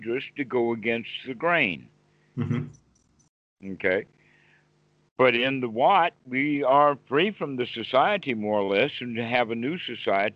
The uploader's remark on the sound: skype calls on this channel